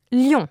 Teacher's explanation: For instance, pronouncing the English-French cognate Lyon in two syllables, Lyon, instead of one, Lyon. Be sure to keep both the semi-vowel and following vowel within the same syllable